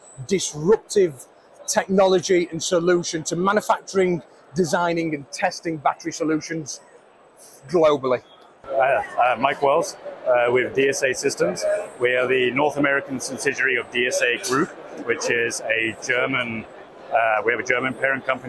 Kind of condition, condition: setting, busy venue